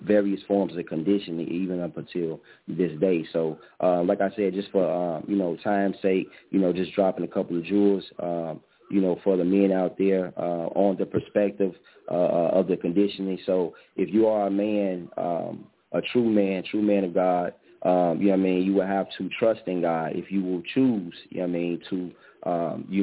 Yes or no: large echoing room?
no